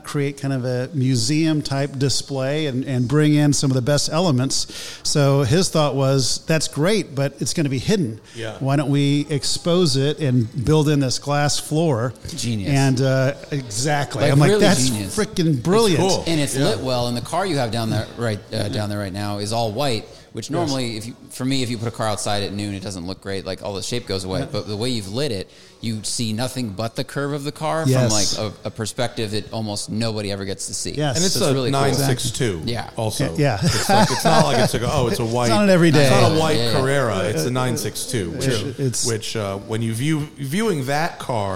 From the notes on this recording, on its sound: Recorded from Porsche Santa Clarita